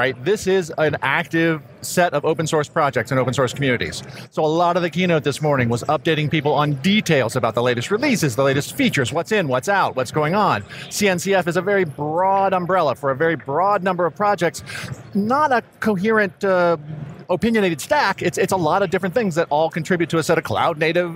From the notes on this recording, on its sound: live from KubeCon + CloudNativeCon NA 2019 from the San Diego Convention Center in San Diego, CA